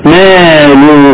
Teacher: واو صغيرة على السطر، صغيرة خالص كده. ايوه دي الواو ايه؟ دي واو بنسميها مد صلة تمد بمقدار حركتين